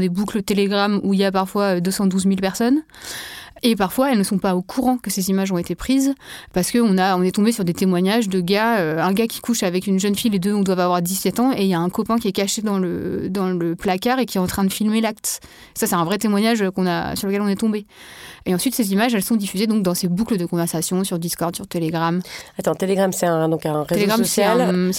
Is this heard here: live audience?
no